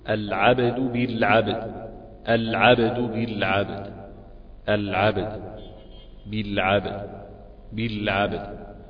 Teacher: قلقلة أساسية موجودة في حرف الباء، وقلقلة عارضة نتيجة للسكون العارض اللي حدث في حرف الدال عند الوقوف عليه